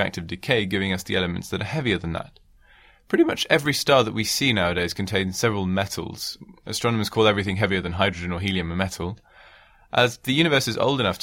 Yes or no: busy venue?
no